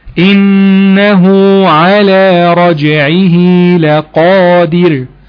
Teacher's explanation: أول حاجة بالضم أو مد صلة بالواو في إنه على · وفي مد صلة بالياء رجعه لقادر